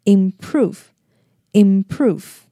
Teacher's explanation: improve 的 M 念的时候嘴巴要先完全的闭合，然后字尾的 E 是不发音的